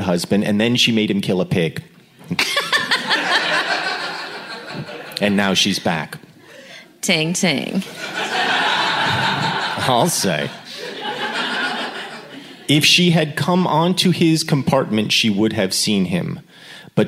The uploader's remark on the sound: A special live reading of Jude at Sketchfest in San Francisco.